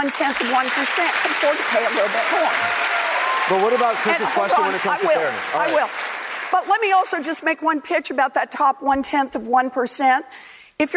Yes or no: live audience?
yes